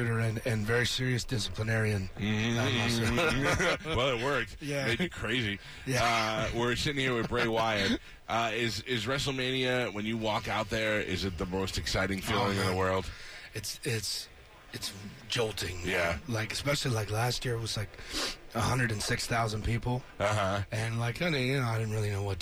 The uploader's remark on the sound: Live from Wrestlemania!